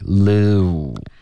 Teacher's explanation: 你应该开头是放松，后面嘟起来